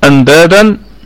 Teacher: النون ساكنة، أتى بعدها حرف الدال فحكمها إخفاء حقيقي بغنة